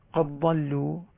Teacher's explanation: ورش يدغم الدال في الضاد قد ضلوا، طبعا لا يغلظ اللام لأن الضاد ليست من الحروف التي يغلظ معها اللام.